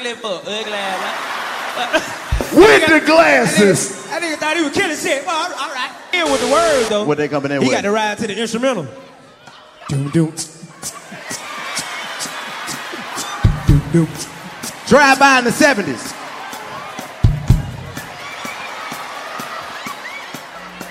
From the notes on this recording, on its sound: Another classic comedy show recorded in front of a live audience at the legendary Fillmore Theater!